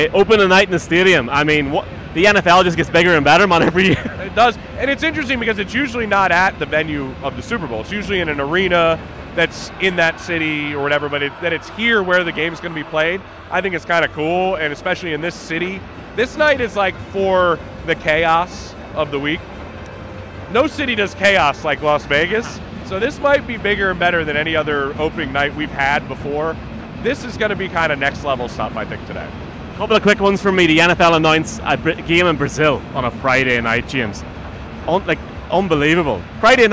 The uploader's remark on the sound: SB Opening Night Special from Allegiant Stadium.